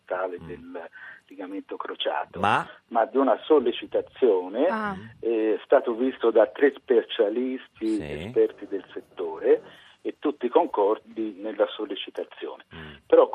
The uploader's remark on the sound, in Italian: Telefonata